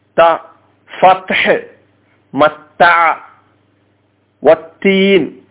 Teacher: ത അതാ നേരത്തെ പറഞ്ഞ പോലെ ത എന്ന പദം വളരെ ലോലമായ പദത്തിൽപ്പെട്ടതാണ് നാവിന്റെ അഗ്രം അതുപോലെ തന്നെ മേലെ മുൻപല്ലുകളുടെ മുരടും